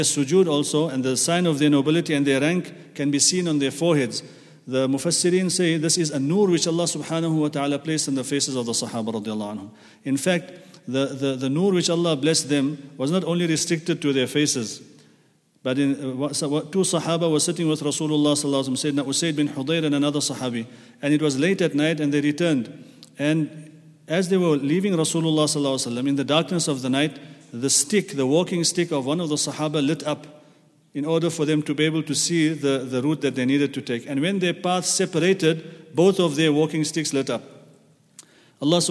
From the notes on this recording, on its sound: at the Houghton Masjid (West Street)